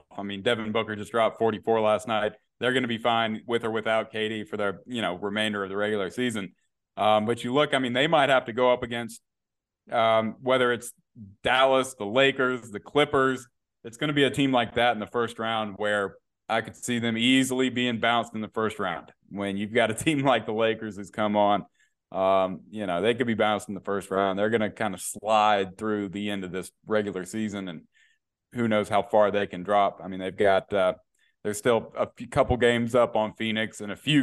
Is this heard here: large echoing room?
no